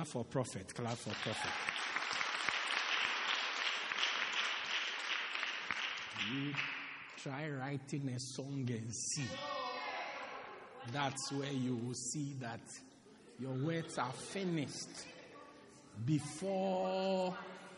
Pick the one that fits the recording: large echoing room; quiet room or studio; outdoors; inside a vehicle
large echoing room